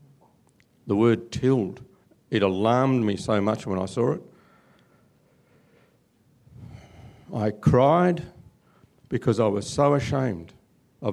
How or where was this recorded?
live audience